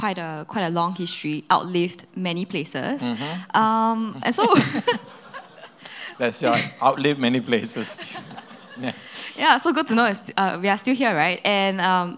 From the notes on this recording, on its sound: This podcast session was recorded live at Camp Honour.